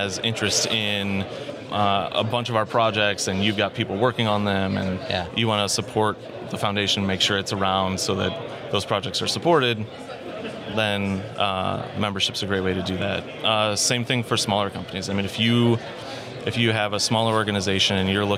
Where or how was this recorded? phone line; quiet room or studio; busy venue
busy venue